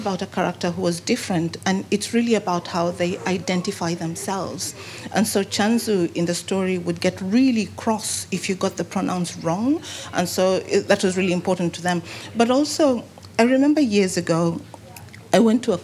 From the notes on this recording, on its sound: a recording taken from the launch